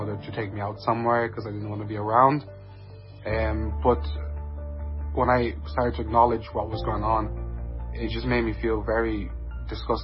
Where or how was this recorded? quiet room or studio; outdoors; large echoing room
large echoing room